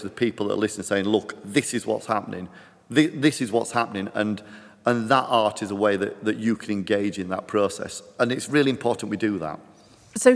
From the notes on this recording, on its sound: in the Concert Hall at Skipton Town Hall